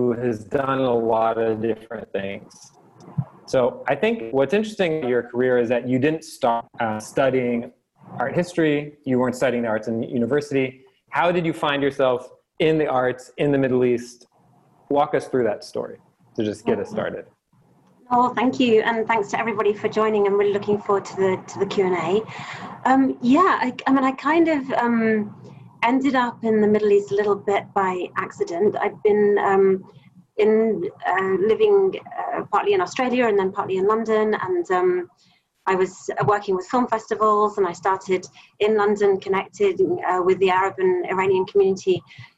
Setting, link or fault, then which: link, video call